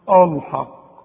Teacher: خد بالك اوعى تفخم الحا ابدا في القرآن